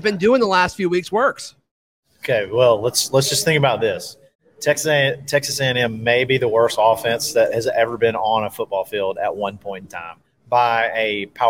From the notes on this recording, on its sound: live from Barberitos near the Auburn Mall